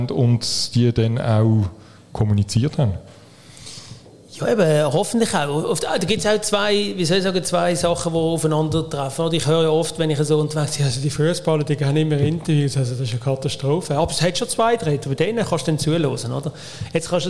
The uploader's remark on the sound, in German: beim ersten Podcast-Live-Event in Solothurn